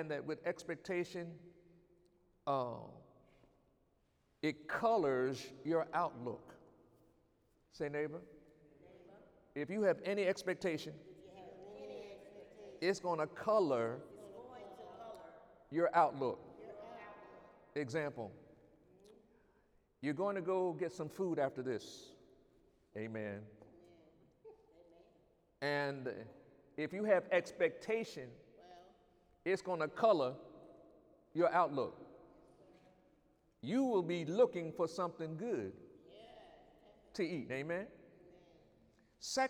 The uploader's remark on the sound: During Sunday morning service on November 17, 2019